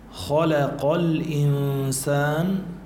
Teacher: خلق الإنسان كمان هون في عنا غنة، الإنسان في إخفاء، نون ساكنة وبعد سين إخفاء